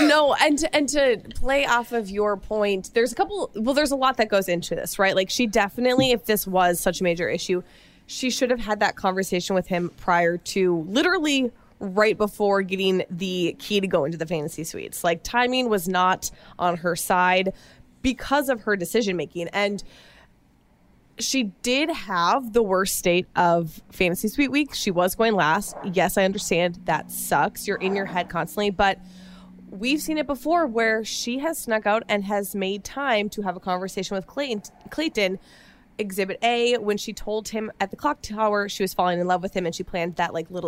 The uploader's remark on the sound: LIVE from ‘Women Tell All,’